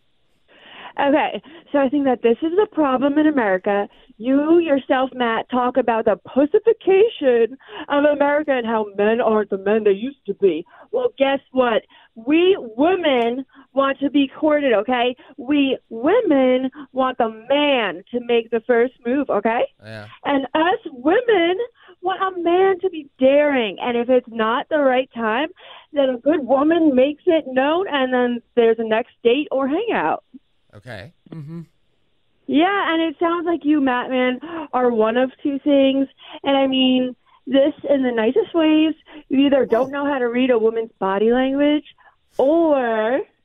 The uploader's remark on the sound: Open Phones